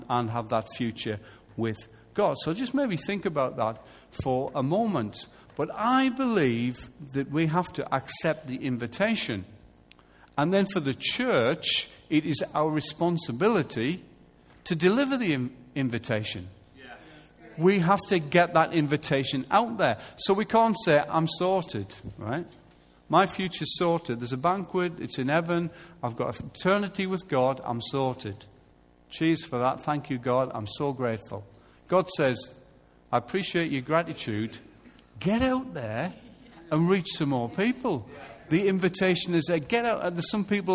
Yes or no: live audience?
yes